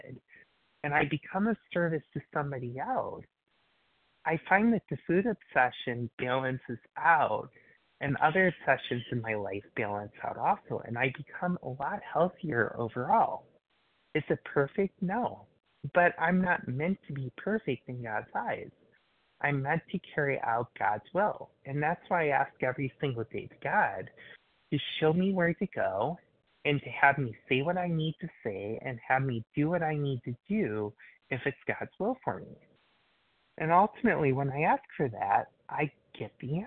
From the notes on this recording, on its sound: qualification from the 100 Pounders Phone Meeting